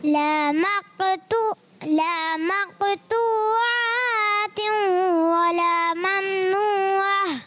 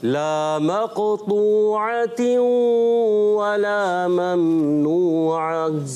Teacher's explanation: عین کی جو زبر ہے نا آپ کی تھوڑی سی لمبی ہو گئی · Shown in: first take